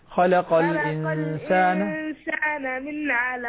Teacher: لاحظ الإظهار، لا يحتاج منك إلى غنة.